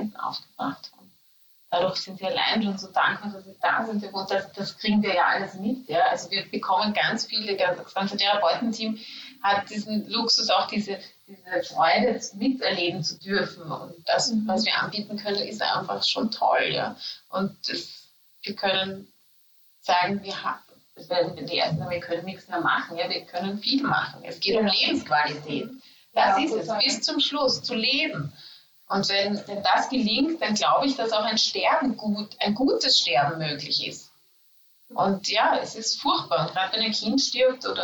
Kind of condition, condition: fault, poor sound quality